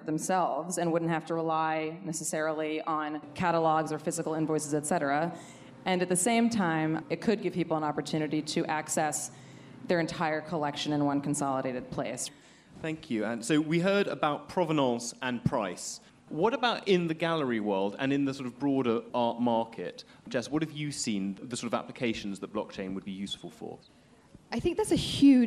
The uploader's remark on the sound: At the FT’s recent Weekend Festival in London.